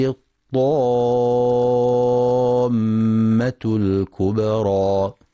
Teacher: ينتبه القارئ للمد اللازم الكلمي المثقل، يمد 6 حركات لزوما لكل القراء